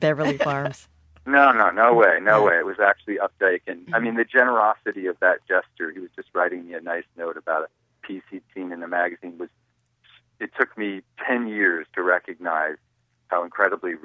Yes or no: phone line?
yes